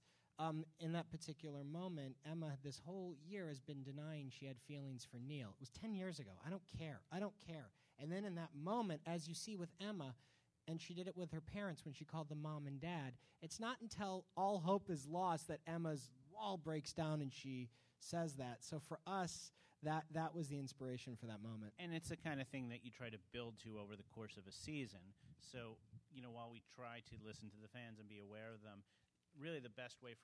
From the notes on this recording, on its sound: Recorded at ATX Television Festival. Recorded at the Alamo Drafthouse in Austin, TX.